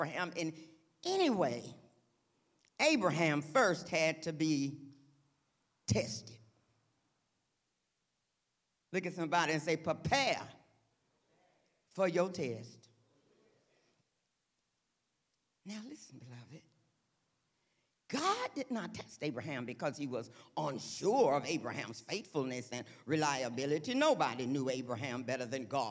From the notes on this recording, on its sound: This week's service, recorded live on June 18, 2023